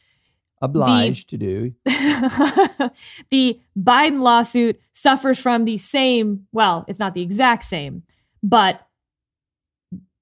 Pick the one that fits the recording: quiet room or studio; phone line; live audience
quiet room or studio